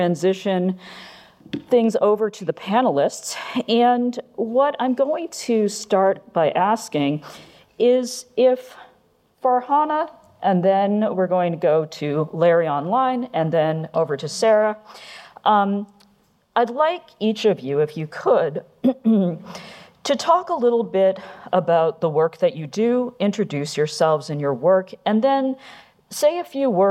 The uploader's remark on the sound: Panel | Live from Datapalooza.